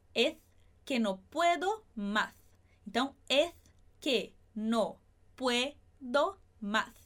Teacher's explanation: De acordo com o ceceo, que é pronunciar o S igual o th